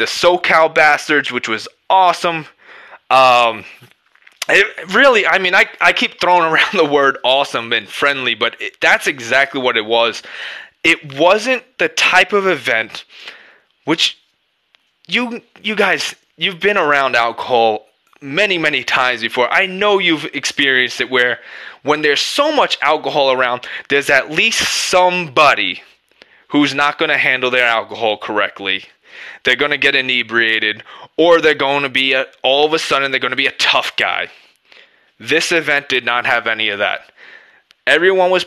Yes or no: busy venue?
no